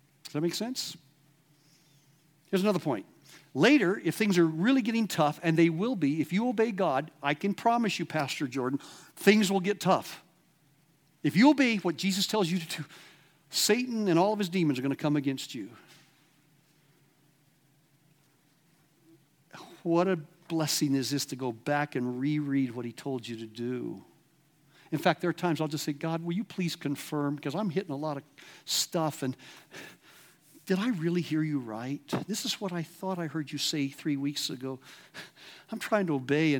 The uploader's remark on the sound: at The Awakening Conference LIVE from River House, Garden City, ID.